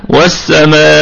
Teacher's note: وقفنا هكذا بالسكون على الهمزة